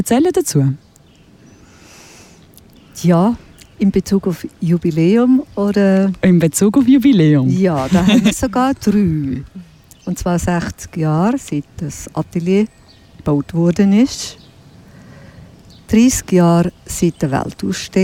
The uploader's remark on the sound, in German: Limmattrail – Begegnungen entlang der Limmat: Bruno Weber Park, Dietikon. Deshalb zog unsere Ausbildungsredaktion los und sendete in dieser Woche live vom Ufer der Limmat.